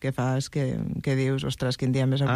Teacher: La veu sona com cansada, aquí realment el personatge està tirat a terra, en plan, no em puc aixecar. I apareix un efecte a la veu que no es fa amb les cordes vocals, es fa amb el que anomenem cordes falses. per sobre de les cordes vocals hi ha uns reflexos musculars que estan allà interferint en el so.